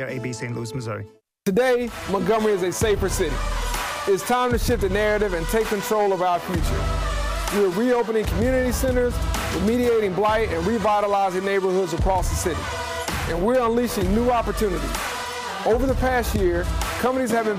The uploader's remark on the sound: Chappy's Deli at Peppertree hosted the Saturday morning show for the first time.